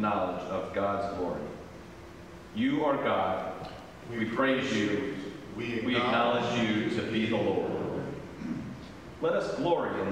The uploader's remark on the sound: Pender UMC Traditional Worship on Sunday, January 1, 2023 at 9:00 am